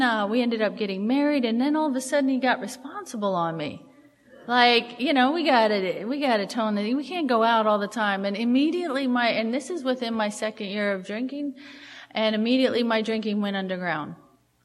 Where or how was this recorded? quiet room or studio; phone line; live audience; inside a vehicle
live audience